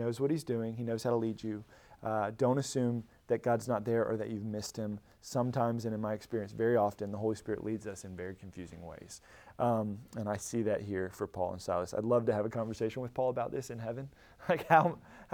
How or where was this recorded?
large echoing room